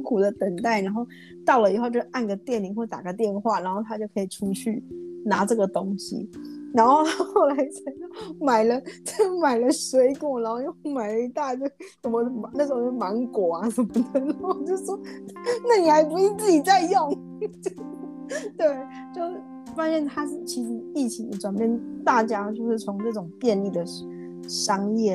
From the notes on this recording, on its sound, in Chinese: 因為第一次嘗試遠端兩人的錄製導致器材有一些音訊干擾